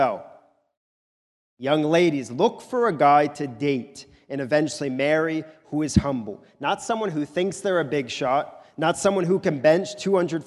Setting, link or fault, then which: setting, large echoing room